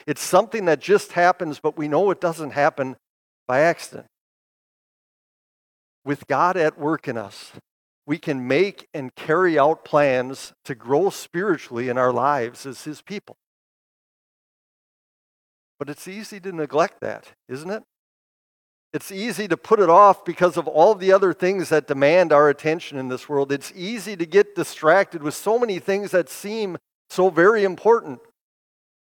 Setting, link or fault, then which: setting, large echoing room